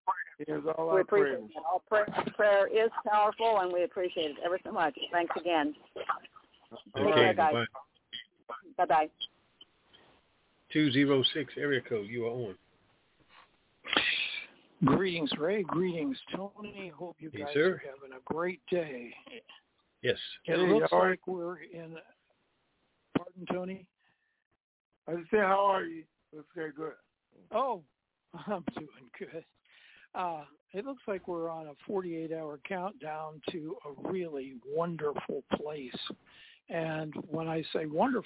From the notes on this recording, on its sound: TNTSuperfantastic Conference Call.